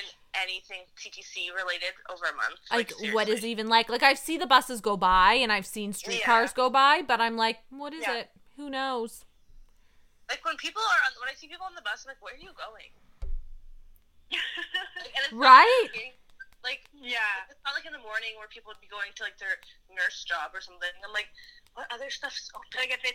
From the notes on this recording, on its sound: on the phone with us